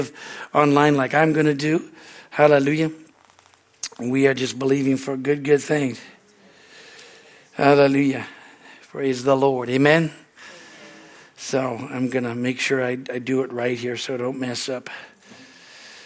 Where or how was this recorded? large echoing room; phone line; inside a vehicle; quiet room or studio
large echoing room